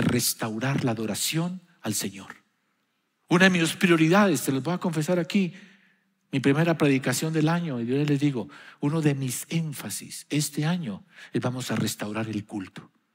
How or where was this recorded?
large echoing room